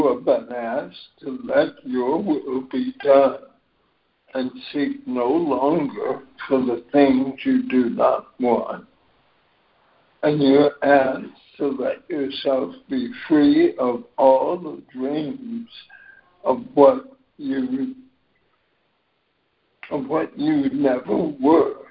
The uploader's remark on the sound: ACIM Daily Conference Call